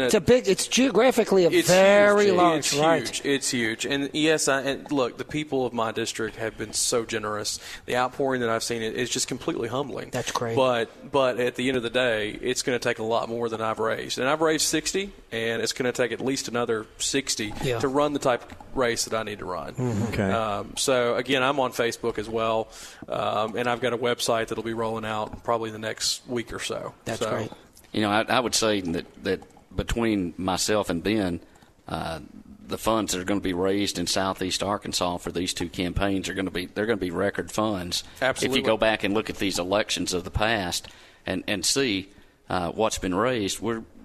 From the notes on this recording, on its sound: Live at the State Capitol for Filing Day!